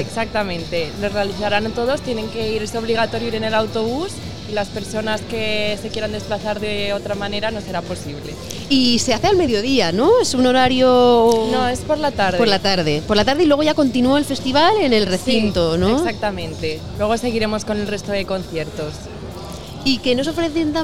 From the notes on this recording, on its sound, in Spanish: Extraídos de la retransmisión en directo de la primera edición de Gramola , la feria de la música aragonesa. Extraídos de la retransmisión en directo de la primera edición de Gramola , la feria de la música aragonesa.